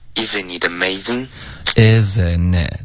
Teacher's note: 这三个 a 的音舌根都太高了，都发成了 e